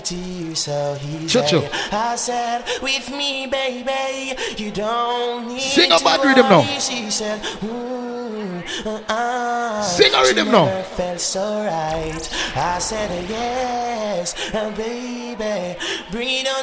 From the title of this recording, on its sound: Live Audio: Juice & Vibes The Day Party